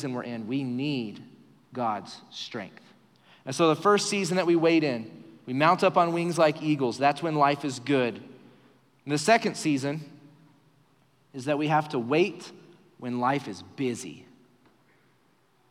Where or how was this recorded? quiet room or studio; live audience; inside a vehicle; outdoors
live audience